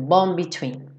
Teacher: Essa letra D, ele já tá fechando pro B do between. Então, ele já vai direto.